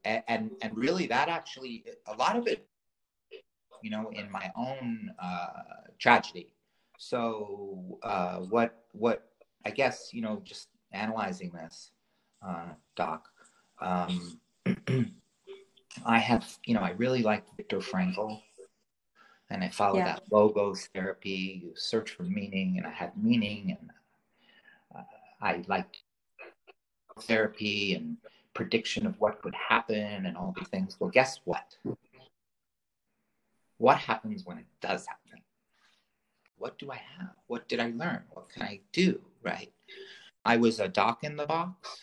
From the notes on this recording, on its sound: Apologies for the patchy audio. In Costa Rica where they are having biblical rainstorms.